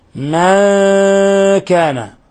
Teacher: إذا قرأت من كان فقد شددت، وهذا لحن، لأنهم عرفوا الإخفاء قالوا حالة، حالة بين الإظهار والإضغام، عار عن التشديد مع بقاء الغنة. فالإخفاء لا تشديد فيه بإجماع القراء.